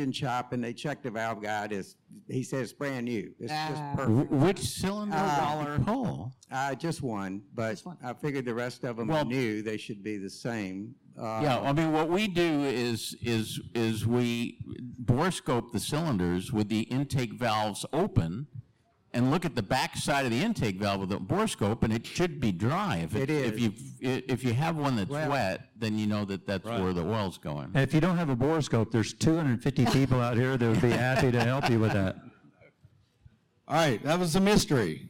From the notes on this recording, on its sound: Live from EAA Airventure 2023, check out our second in-person show.